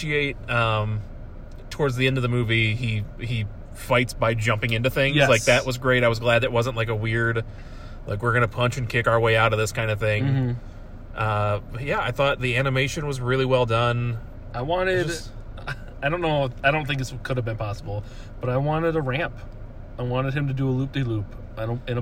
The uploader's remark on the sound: car so the audio isn’t top notch, but it isn’t too obnoxious to listen to.